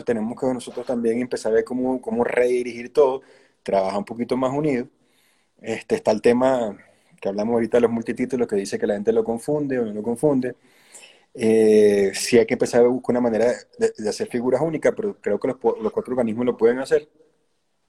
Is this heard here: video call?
yes